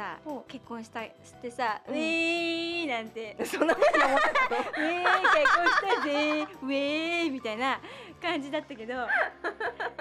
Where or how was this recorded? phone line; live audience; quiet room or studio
live audience